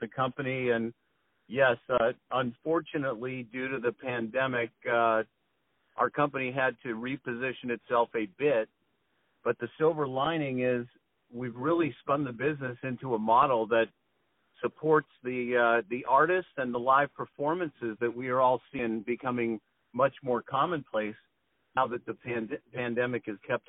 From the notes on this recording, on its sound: On the phone